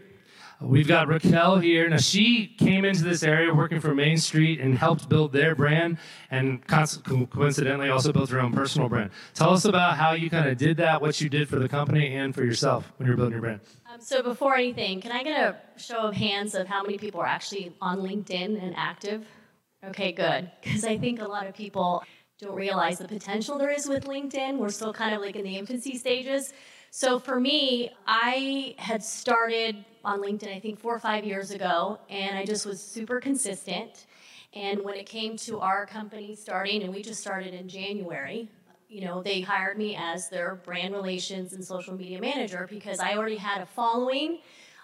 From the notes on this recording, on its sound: the social media panel at the 2019 HyperFast Sales Summit